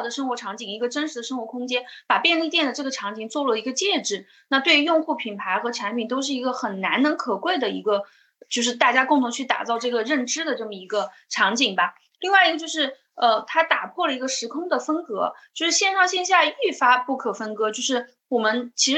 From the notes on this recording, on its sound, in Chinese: 本期内容是CBNData「新消费“真”言·系列云上对谈」圆桌对谈第三场直播实录。